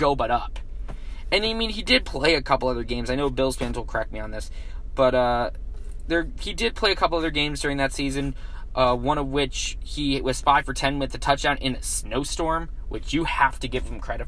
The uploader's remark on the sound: Filmed live in his car